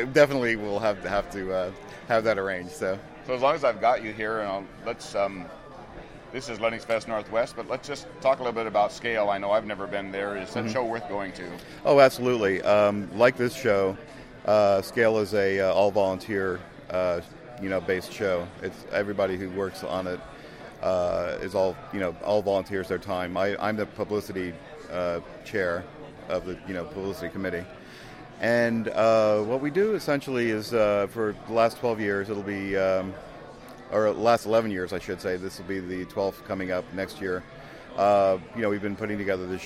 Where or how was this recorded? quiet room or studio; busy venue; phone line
busy venue